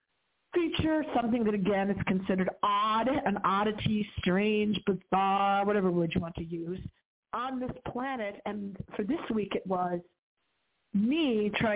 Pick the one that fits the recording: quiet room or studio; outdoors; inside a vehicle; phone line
phone line